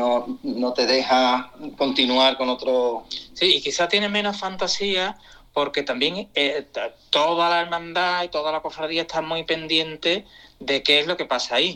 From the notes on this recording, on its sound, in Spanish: Entre París y Sevilla, charla telefónica